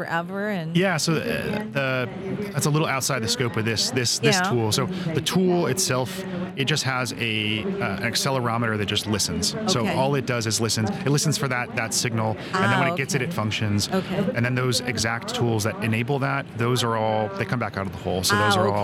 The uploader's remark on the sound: Recorded at the 2023 SPE Annual Technology Conference and Exhibition, San Antonio, Texas.